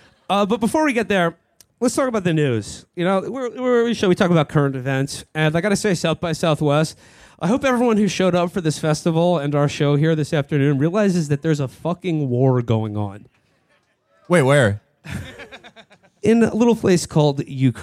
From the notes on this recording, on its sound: Live at SXSW. Our live show from the South by Southwest festival in Austin, TX.